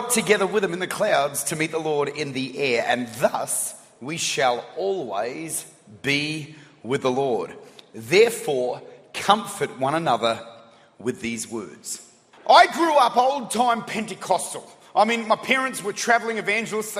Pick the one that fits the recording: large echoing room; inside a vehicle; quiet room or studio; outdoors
large echoing room